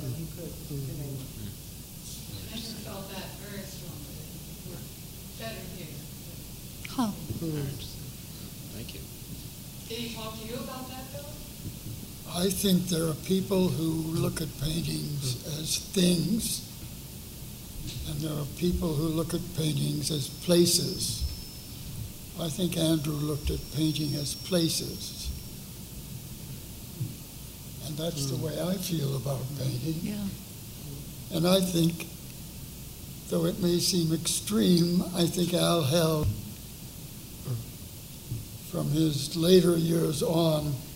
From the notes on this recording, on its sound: From the evening lecture series at the New York Studio School, a panel discussion